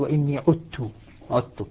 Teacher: تدغم الذال في التاء